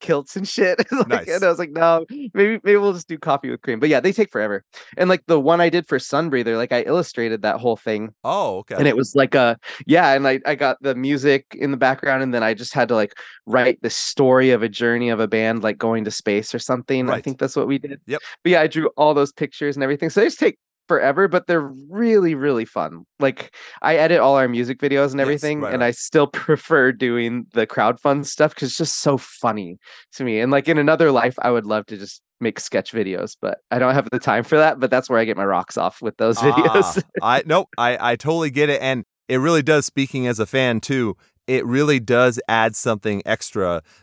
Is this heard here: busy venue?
no